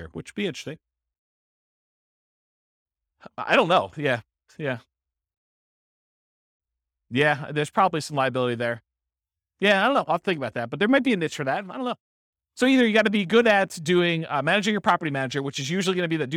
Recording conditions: live audience